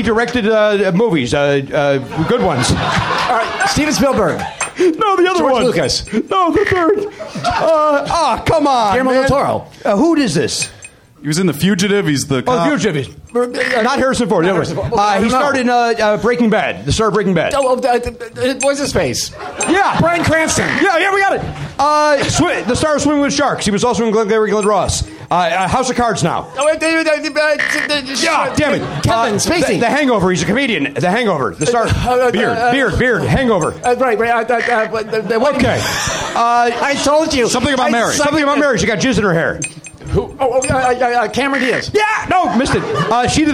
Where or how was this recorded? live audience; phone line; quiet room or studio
live audience